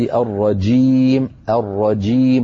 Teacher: فالجيم يجب أن تكون شديدة شديدة، صوتها محبوس